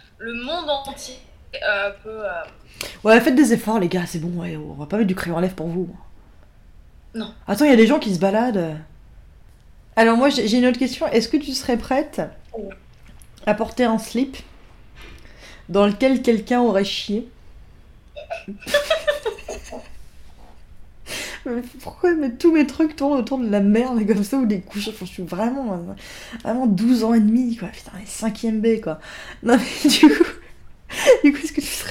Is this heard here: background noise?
yes